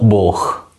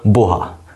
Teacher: původní první pád zněl boh s dlouhým o. A druhý pád byl boha s krátkým o.